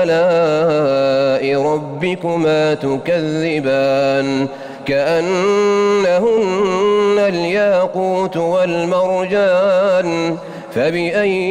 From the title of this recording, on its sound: LIVE] FROM MADINAH AL-MUNAWWARAH